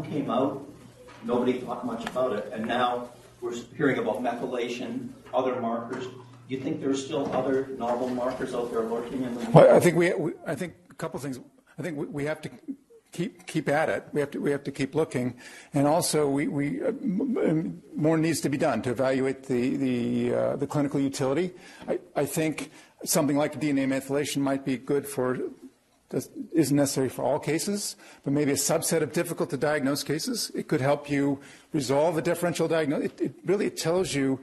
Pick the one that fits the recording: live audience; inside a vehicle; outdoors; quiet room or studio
live audience